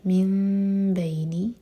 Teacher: نون کے ساتھ میم میں چینج ہوگا اور پھر با پڑھیں گے · Term: اقلاب